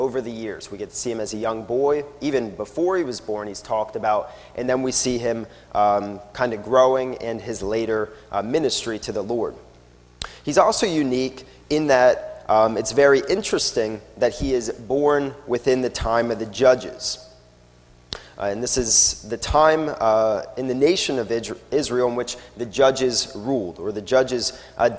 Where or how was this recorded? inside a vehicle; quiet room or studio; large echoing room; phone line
large echoing room